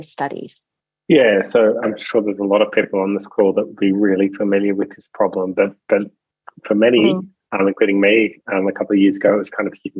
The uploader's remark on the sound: a special online seminar recorded Tuesday, 27 June